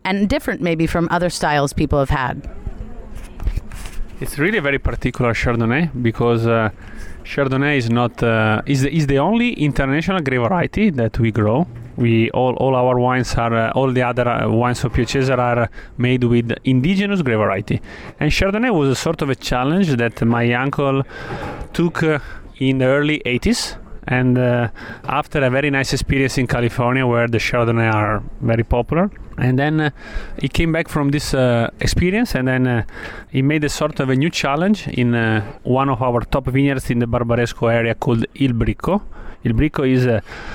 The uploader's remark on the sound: at the 2014 Hershey Food & Wine Festival